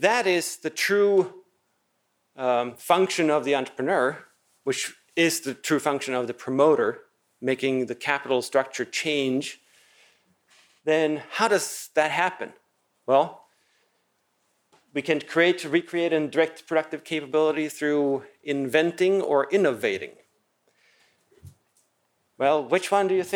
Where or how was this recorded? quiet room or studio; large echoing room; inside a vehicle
large echoing room